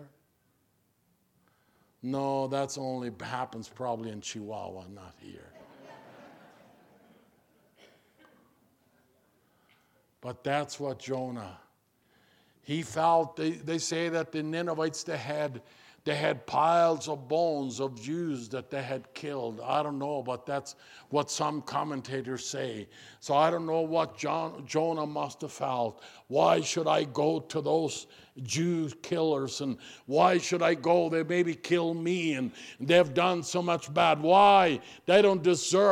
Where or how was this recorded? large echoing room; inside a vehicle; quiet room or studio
large echoing room